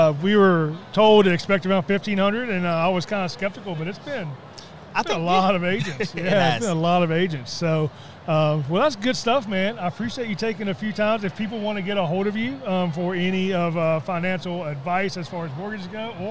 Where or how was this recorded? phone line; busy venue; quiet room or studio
busy venue